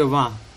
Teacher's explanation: जैसे विंशति शब्द को लिया पहले, तो विंशते है पूरणः, 20 का पूरा करने वाला, यानी 20 वां, ये जो हिंदी में वां बोलते हैं ना वां, ये मां का बन गया है बिगड़ करके वां, जैसे मां अनुनासिक है तैसे ही वां बोल दिया गया है